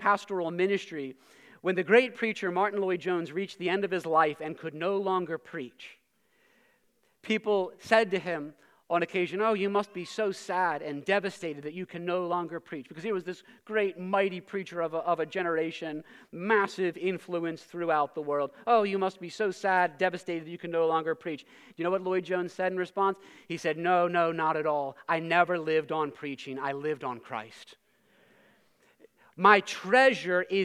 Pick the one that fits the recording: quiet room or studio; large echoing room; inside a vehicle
large echoing room